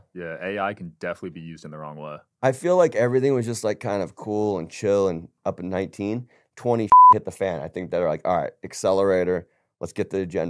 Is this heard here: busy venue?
no